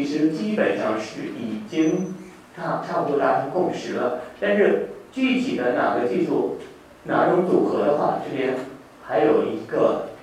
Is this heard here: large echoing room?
yes